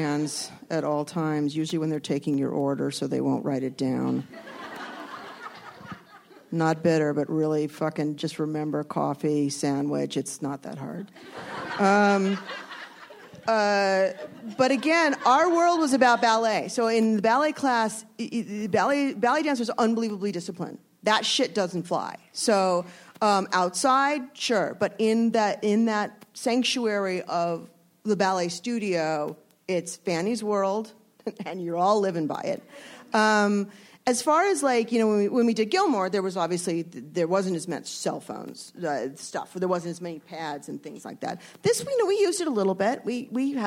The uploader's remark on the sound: panels from ATX Television Festival